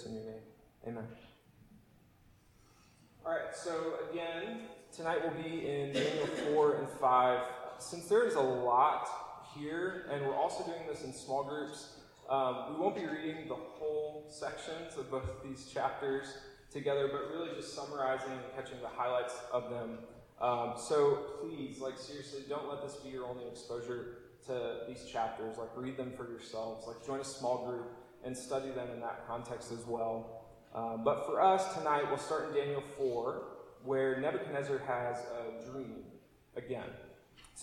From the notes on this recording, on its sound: apologies for poorer recording quality this week!